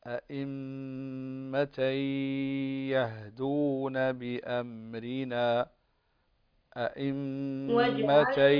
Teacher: عندنا التنوين إذا بعده يا فهنا الحكم إدغام بغنة